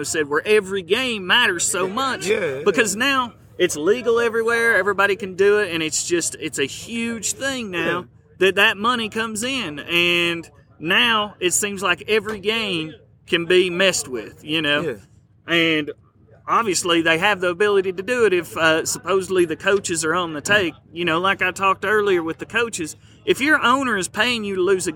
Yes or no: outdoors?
yes